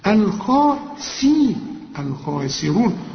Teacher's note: الخاء عالي قوي، أول درجات التفخيم، شوف، وبعدين السين رقيقة قوي ومكسورة أكثر رقة، الخاسرون، الخاسرون، وبعدين الراء ثالث درجات التفخيم، الراء المضمومة، الخاسرون